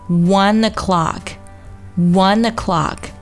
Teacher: One 和 o'clock 要连读，1 o'clock.注意 one 这个单词啊，不要读成中文里一万两万的万，一定要注意它有一个前鼻音的音，舌尖顶到上牙龈上去发